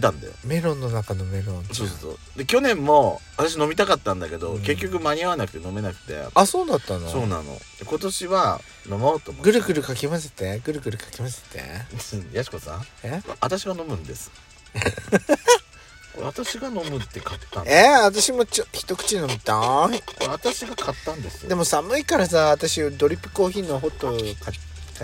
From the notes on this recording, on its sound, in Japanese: パーキング収録